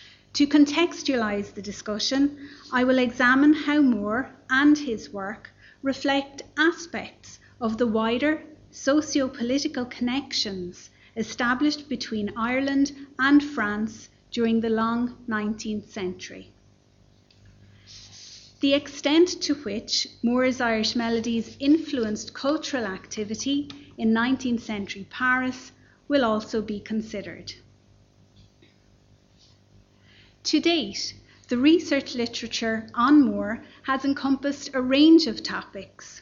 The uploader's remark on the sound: Library Lunchtime Lecture. This lecture series accompanied our exhibition 'Discovering Thomas Moore: Ireland in nineteenth-century Europe'.